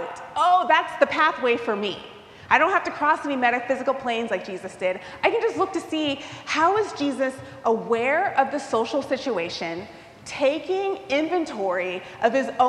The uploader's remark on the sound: recorded live at the 10:00am service on Sunday, September 10, 2023.